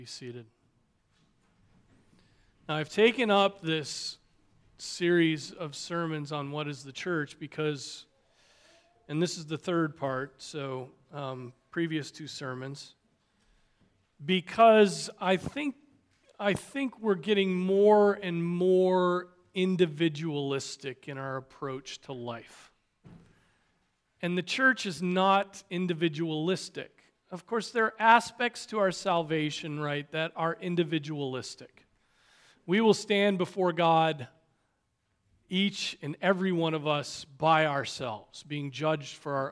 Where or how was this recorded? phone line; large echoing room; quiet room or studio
large echoing room